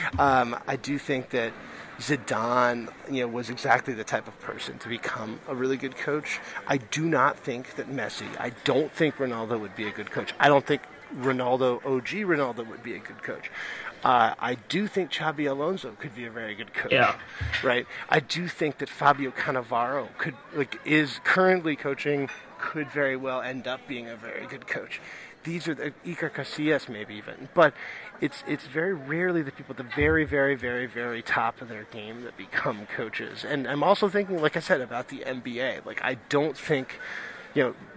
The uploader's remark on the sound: Recording from a pub at JFK airport (of course).